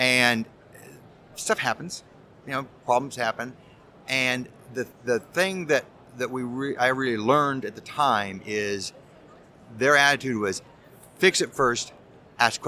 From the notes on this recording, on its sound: Recorded live at the Printing United Expo.